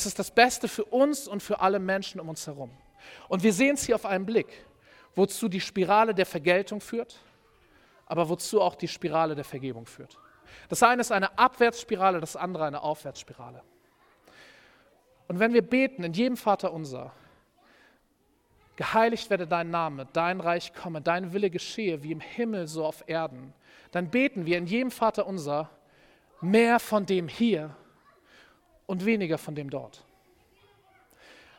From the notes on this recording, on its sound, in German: Predigt im Rahmen des GreifBar+ Gottesdienstes